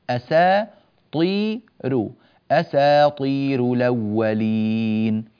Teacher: فينبغي ترقيق السين هنا، والطاء ينبغي تفخيمها